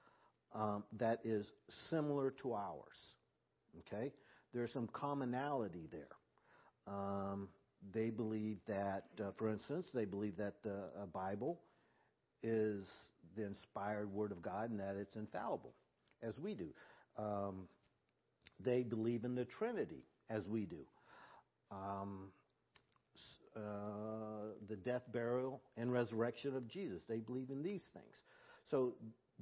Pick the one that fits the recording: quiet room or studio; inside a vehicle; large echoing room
large echoing room